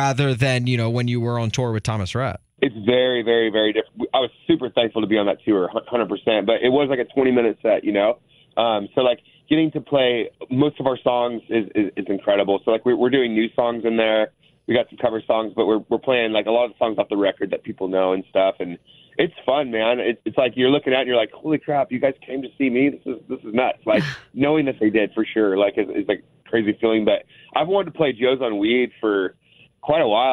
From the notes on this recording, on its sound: called in to chat